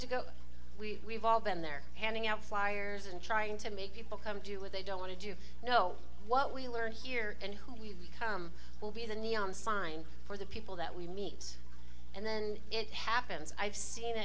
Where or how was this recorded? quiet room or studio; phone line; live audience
live audience